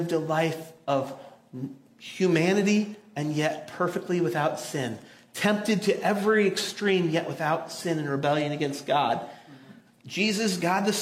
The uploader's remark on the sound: audio from New City Church in Champaign-Urbana, IL